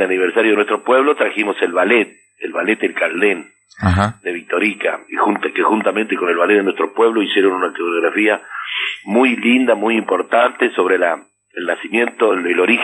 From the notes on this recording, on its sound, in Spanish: entrevista telefónica